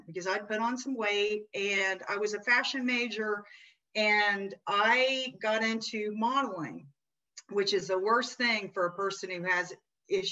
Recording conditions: video call